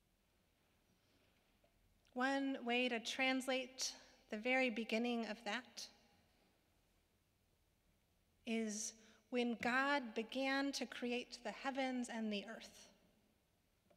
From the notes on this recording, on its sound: Sermons from Old South Church in Boston